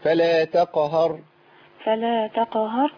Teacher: والقاف هنا ساكنة مقلقلة